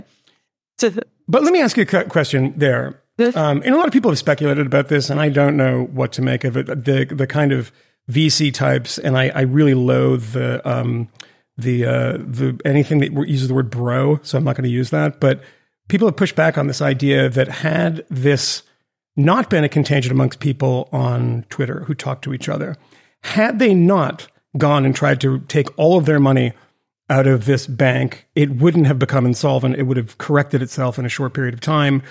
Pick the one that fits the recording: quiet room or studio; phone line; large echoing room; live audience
quiet room or studio